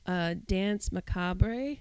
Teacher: the emphasis is so light on the R that you can just drop it · Term: British pronunciation